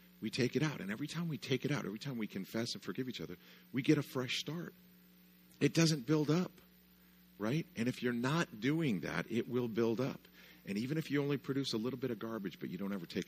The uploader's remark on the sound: Session 1, of our first annual Parenthood Conference at Coastline Church.